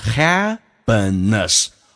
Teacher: P 浊化成 B，两个元音中间辅音要被浊化，同时那个 N 是发两遍，就变成 happiness，而且那个 A 可以弱化成 A 这个发音，因为它主重音是 A，所以那个 A 可以弱化成 A，就变成 happiness。